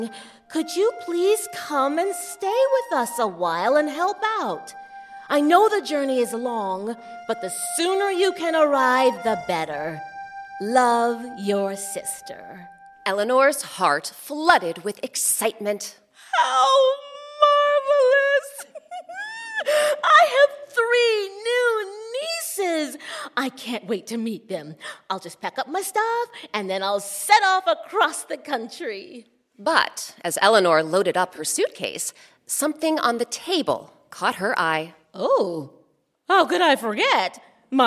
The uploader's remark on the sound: The Pot of Gold - live at Round House Theatre. Recorded live at Round House Theatre in Bethesda, MD.